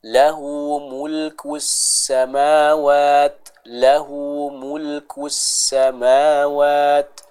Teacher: setelah memonyongkan huruf kaf yang dhammah secara sempurna, masuk ke sin yang bertasydid, itu mengembalikan posisi bibir ke awal, jangan diponyongkan.